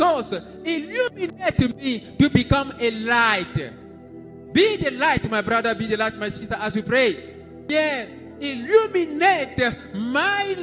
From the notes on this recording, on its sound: SUNDAY LIVE SERVICE